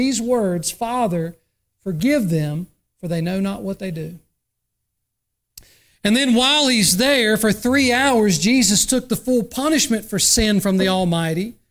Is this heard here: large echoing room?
yes